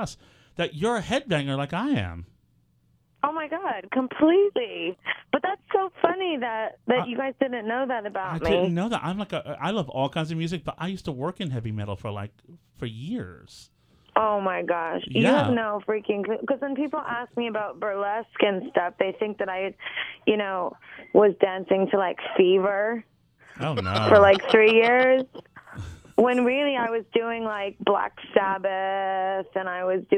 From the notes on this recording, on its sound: our first call in interview